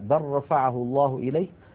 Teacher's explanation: إدغام اللام الساكنة في الراء